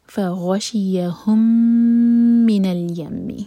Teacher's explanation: فغشیہم کا میم اور من کا میم مرج ہو رہے ہیں، یہ ادغام متماثل سیم لیٹر مرج ہو رہے ہیں، میم کو ہولڈ کیا جائے گا دو سیکنڈ.